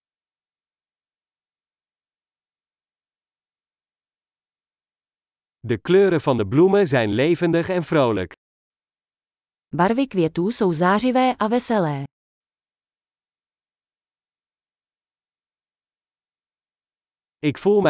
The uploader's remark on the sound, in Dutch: Het geluid van de kabbelende beek werkt therapeutisch.